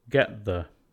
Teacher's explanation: delete T, add a glottal stop